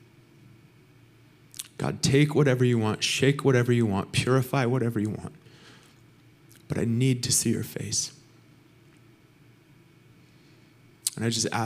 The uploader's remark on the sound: Recorded sunday evening service at Reunion Hawaii